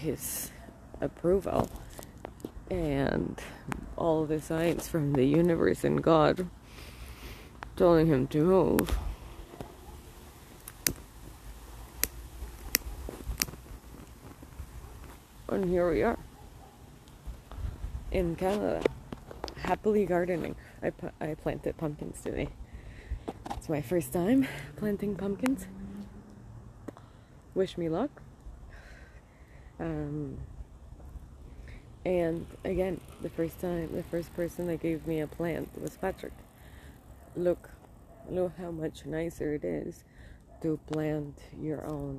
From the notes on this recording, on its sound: I lit up a joint and walked across the street and recorded this.